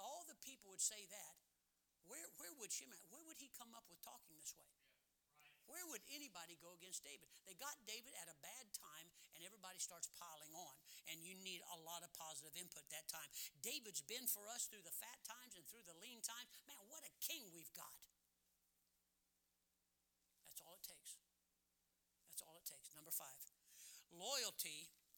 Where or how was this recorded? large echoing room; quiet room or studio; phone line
large echoing room